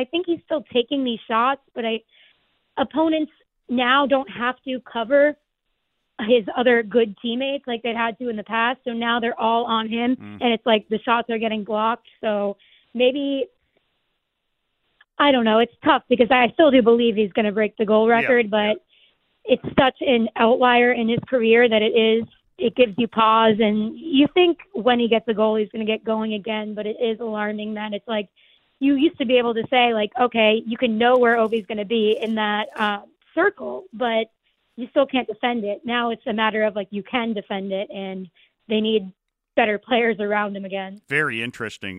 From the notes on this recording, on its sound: Opens the phone boards, hear from Canucks fans.